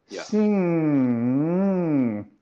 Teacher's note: you need more nose resonance, more nasal resonance, more air passing up into your nose.